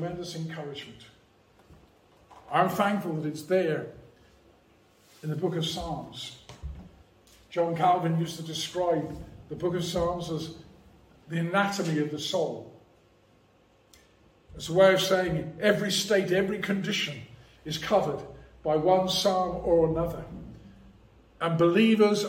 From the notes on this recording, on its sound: preached at Rock of Ages Evangelical Church